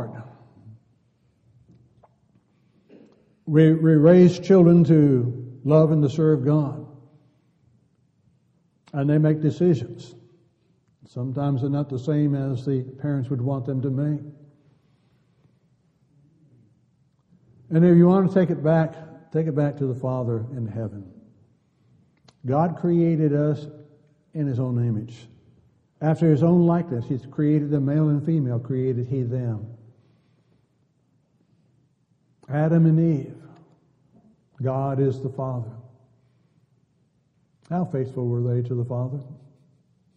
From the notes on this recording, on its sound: Downtown Church Of Christ Audio Sermon